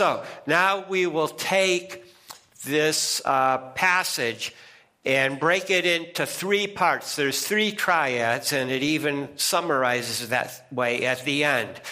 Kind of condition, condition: setting, large echoing room